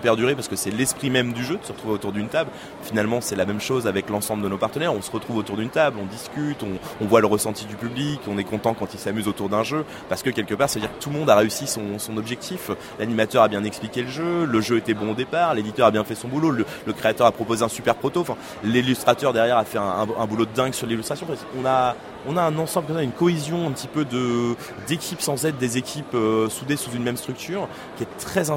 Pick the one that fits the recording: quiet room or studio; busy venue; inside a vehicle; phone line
busy venue